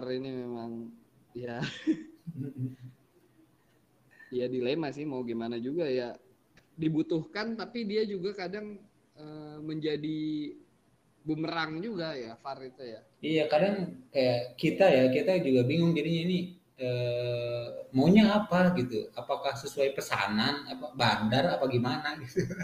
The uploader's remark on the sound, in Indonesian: Maafkan audio yang kecil